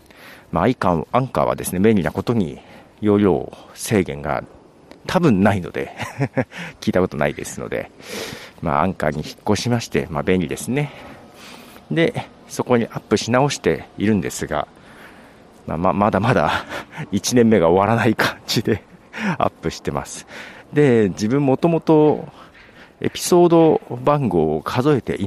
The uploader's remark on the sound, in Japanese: 歩きながら収録しています。